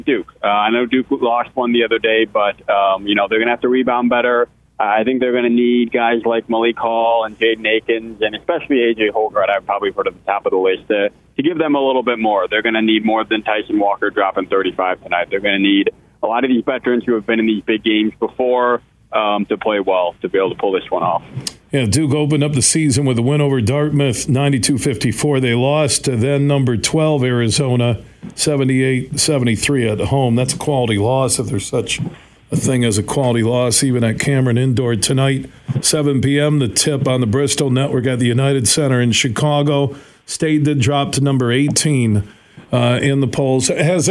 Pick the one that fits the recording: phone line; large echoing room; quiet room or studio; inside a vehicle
phone line